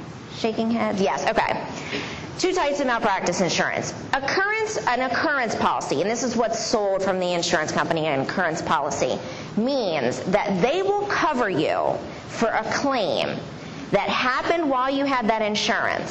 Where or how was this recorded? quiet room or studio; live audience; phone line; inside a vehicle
live audience